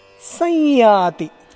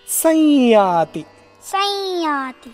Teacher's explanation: samyati is what we write. But we have to say it as sanyati. Sanyati. See, one nasal sound comes.